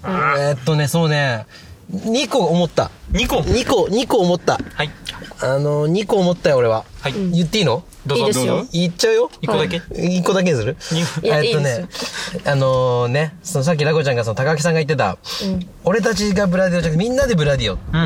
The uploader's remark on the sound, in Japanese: 興奮冷めやらぬ帰りの車内にて収録した